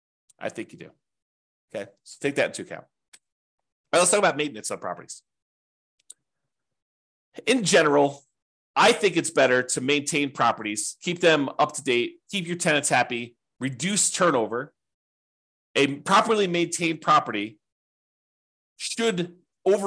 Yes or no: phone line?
no